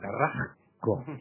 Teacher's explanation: esa tendencia a transformar la S en una J, es una tendencia natural del español, y no solo del español, de que un sonido consonántico, en este caso el sonido de la S, se ve atraído por el otro sonido consonántico vecino y se deforma y se desdibuja de alguna manera.